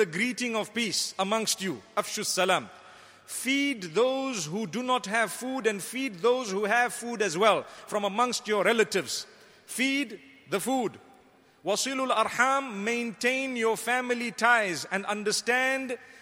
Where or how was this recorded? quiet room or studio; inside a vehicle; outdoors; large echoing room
large echoing room